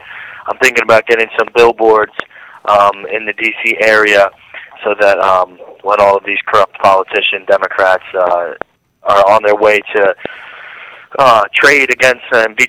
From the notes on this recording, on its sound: live with us again by phone